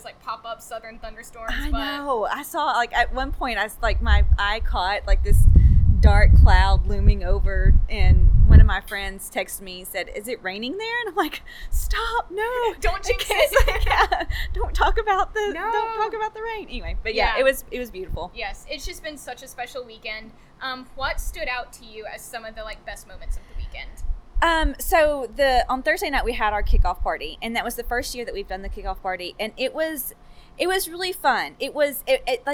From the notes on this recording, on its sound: Live from the Bridge: Wine Over Water 2018. I chronicled the excitement of my Wine Over Water weekend.